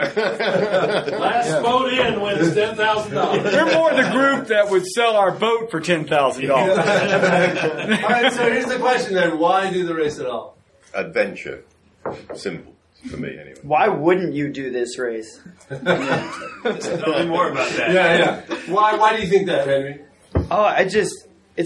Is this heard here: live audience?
yes